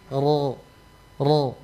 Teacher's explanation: Karena naik pangkal lidah. Jadi untuk menebalkan huruf itu bukan ada di bibir yang dibulatkan. Bukan begitu, tapi naikkan pangkal lidahnya · Dan cuma itu penekanannya, artinya mengertinya kita disuruh untuk menebalkan kalau dia berharokah fathah, maka kalau ditebalkan kita naikkan pangkal lidah. Kalau kita sebutkan sambil menaikkan pangkal lidah, maka kita tidak akan mendengarkan ra tapi ro. Kenapa? Karena naik pangkal lidah.